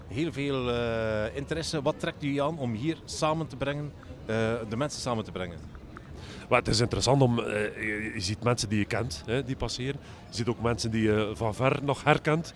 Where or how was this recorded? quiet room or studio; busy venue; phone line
busy venue